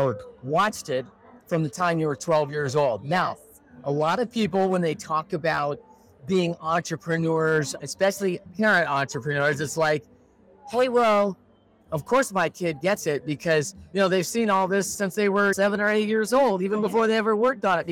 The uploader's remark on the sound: NFR Special. Today's episode is coming to you live from the electrifying atmosphere of the NFR Experience Cowboy Christmas.